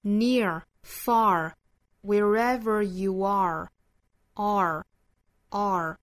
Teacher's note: 美音里面都是要发这个卷舌的音，但是要跟前面元音连在一起发的